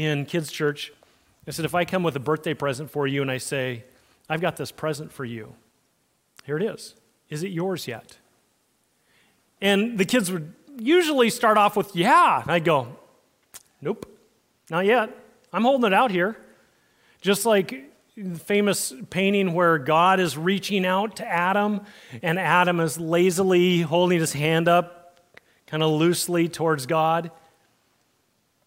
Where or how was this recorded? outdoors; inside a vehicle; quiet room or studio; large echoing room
large echoing room